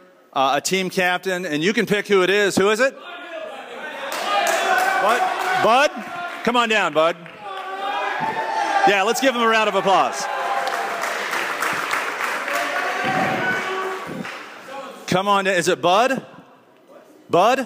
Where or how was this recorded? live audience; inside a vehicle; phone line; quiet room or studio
live audience